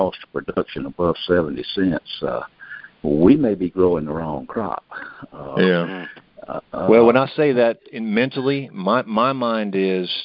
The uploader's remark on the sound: Monthly Conference Call.